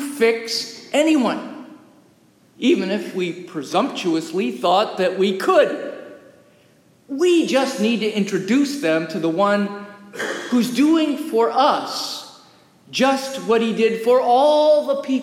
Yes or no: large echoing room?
yes